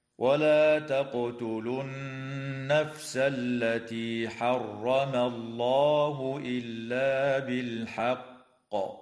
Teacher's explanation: تقلقل القاف في كلمة تقتلوا، وتغن النون المشددة في كلمة النفس، وتفخم اللام في اسم الله لوقوعها بعد فتحة، ويجوز الوقف على كلمة بالحق من قبيل الوقف الكافي، وتقلقل القاف فيها حال الوقف مع تشديدها هكذا: ولا تقتلوا النفس التي حرم الله إلا بالحق.